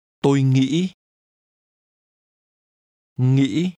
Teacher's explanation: Think is pronounced with a high rising broken tone.